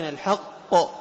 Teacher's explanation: فتضغط قليلا في المخرج في مخرج القاف لأنه مشدد